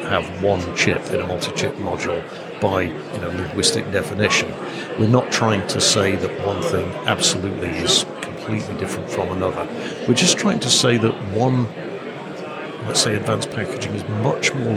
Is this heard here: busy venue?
yes